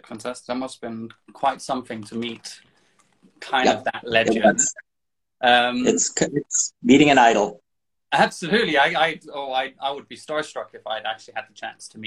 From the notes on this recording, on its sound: Recorded on 27 August 2022 on Instagram Live